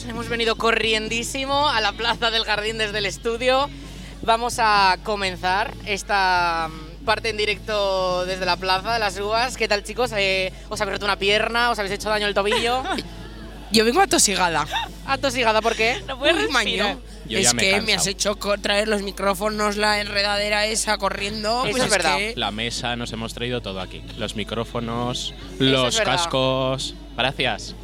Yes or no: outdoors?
yes